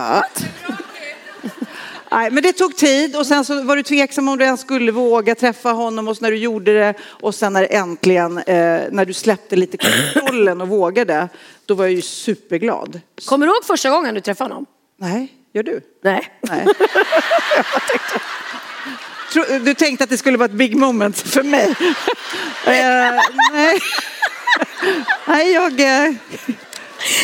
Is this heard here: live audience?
yes